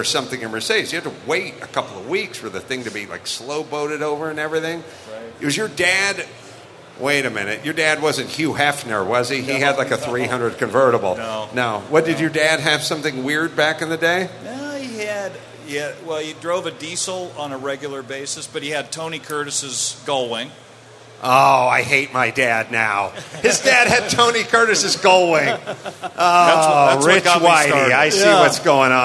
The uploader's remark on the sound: Live from Optima Batteries at SEMA 2017. A live CarCast from the Optima Batteries booth on Day 1 of SEMA 2017.